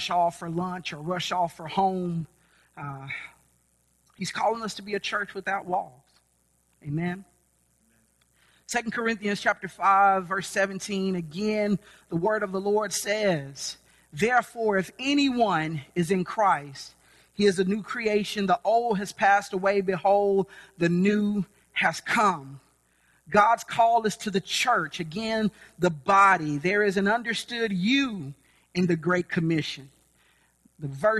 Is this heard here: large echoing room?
yes